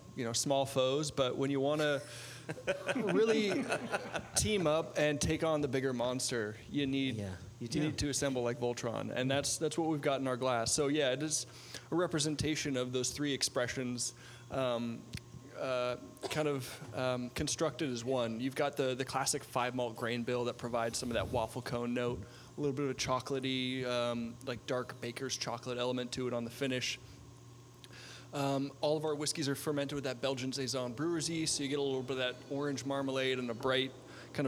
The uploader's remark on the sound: Live Padcost from Westland Distillery. RØDE for making *really* great microphones. Olympus and Tascam for making fine mobile recording devices.